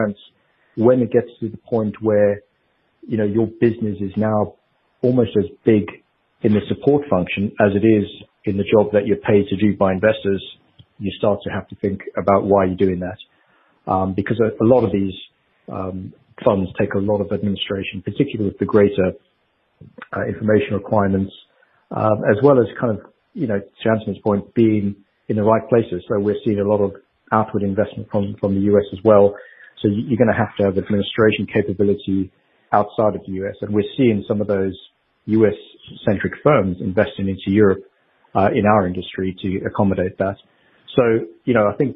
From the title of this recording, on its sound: The Investec Alternative Fund Administration Teleconference